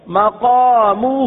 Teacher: تو مقامہ ہا کو ایک الف تک کھینچ کر پڑھیں گے